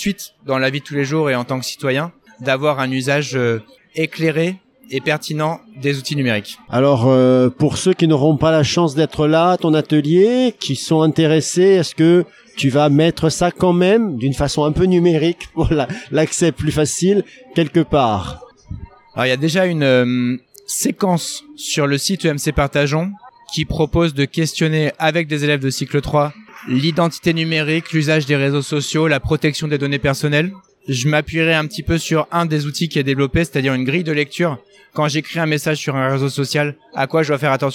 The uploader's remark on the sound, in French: épisode enregistré à Educatech Expo